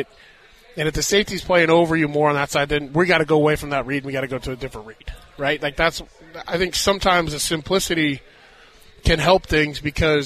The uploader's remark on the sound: LIVE from Hollywood Casino!